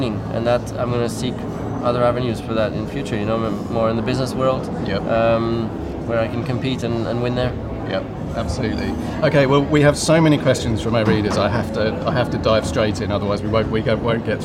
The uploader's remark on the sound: at the Goodwood Festival of Speed